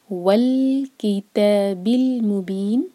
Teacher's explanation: مبین یہاں ہے مد اعلی للسکون، چار حرکہ کھینچنا ہے اور آخر میں نون کی آواز کلیئر پڑھیں گے